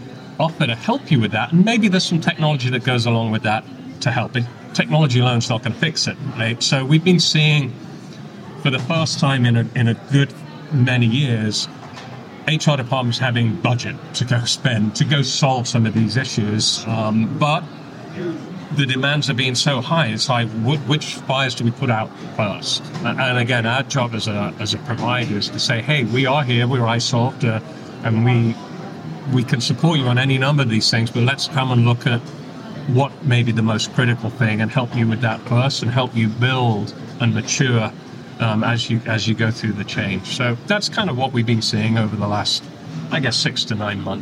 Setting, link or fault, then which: setting, busy venue